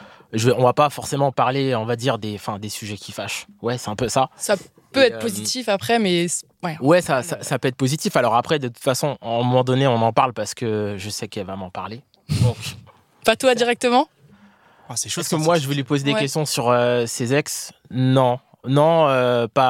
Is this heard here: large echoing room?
no